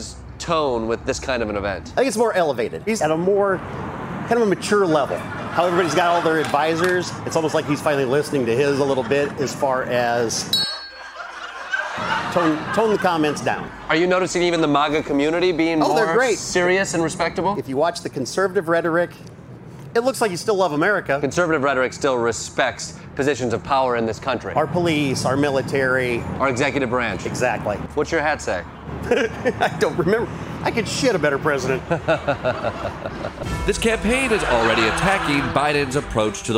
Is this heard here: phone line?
no